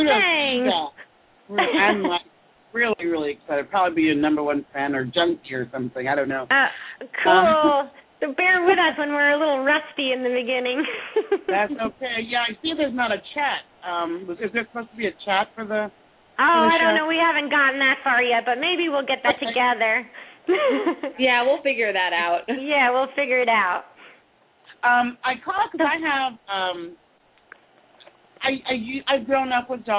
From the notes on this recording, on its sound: open up the lines for listeners to call